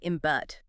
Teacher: making the voiceless P into a voiced B · Term: postnasal voicing